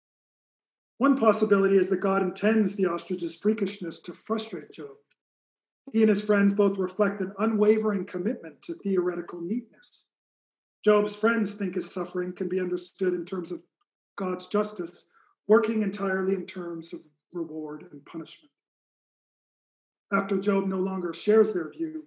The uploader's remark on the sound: Recording of a lecture. As part of the Formal Lecture Series.